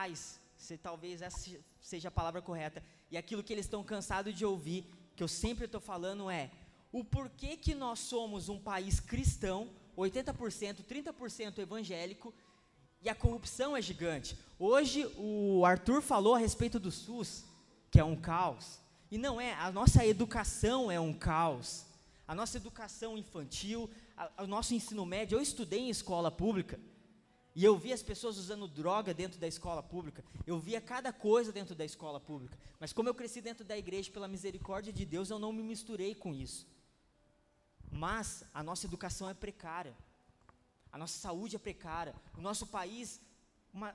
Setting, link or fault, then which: setting, live audience